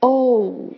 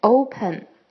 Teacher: 这个音类似汉字“欧洲的欧”，但是尾音呢，要收一下，偏向发“呜”